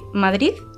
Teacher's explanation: Ellos pronuncian lo que se llama la interdental sorda de la D, es decir, pronunciar el sonido de la D final como el de la Z